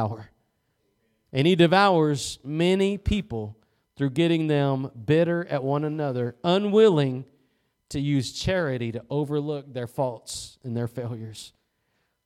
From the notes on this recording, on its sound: Preached at Gospel Lighthouse in Bossier City, La.